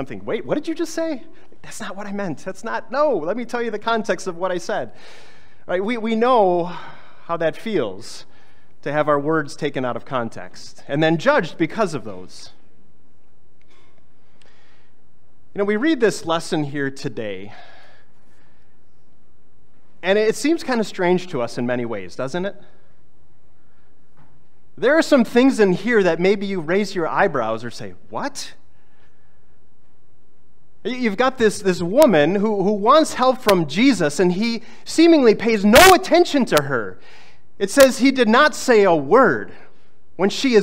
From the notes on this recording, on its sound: was preached on August 20, 2023